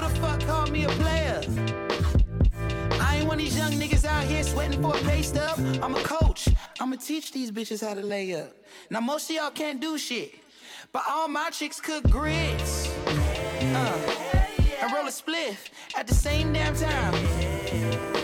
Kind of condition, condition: setting, busy venue